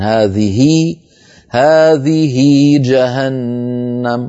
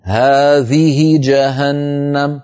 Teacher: هذه الهاء عاملتها العرب معاملة هاء الضمير، يعني إن وقعت هاء هذه بين متحركين فكانت العرب تشبع كسرتها، يقولون هذه هذه جهنم، ولا يقولون هذه جهنم، لا يقولونها مكسورة فقط بل يشبعون كسرتها حتى يتولد منها ياء لفظية · Shown in: first take · فإن وقفوا وقفوا بحذف هذه الياء، هذه تعامل تماما كمعاملتها الضمير، تعامل إذا انطبقت عليها القاعدة فوقعت هذه بين متحركين ففيها صلة، طبعا باعتبار الهاء مكسورة توصل بياء.